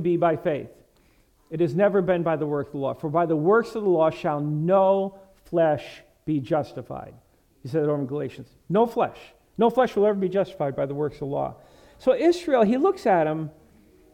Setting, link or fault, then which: setting, large echoing room